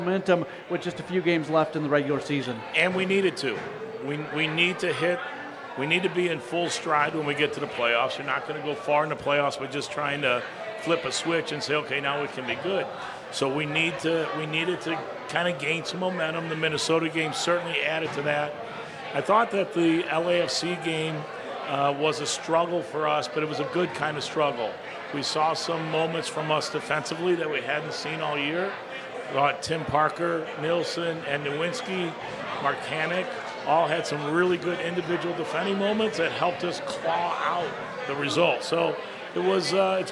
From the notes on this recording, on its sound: At the City Caravan! We are broadcasting live from Hotshots Bar & Grill, for the fourth installment of the City Caravan!